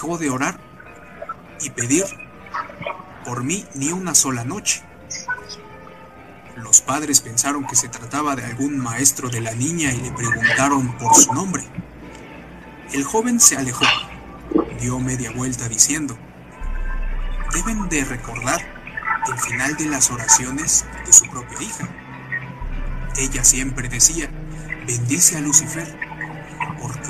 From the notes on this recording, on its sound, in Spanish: En esta ocasión realice un live para narrarles historias de terror. Mientras me encontraba grabando desde un Starbucks en la ciudad de Blythe poco a poco el lugar se fue llenando de malvivientes.